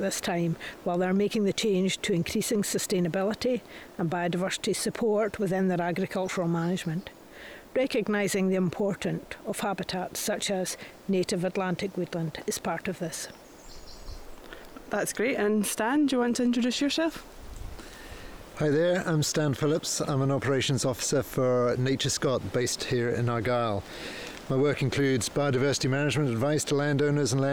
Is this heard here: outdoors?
yes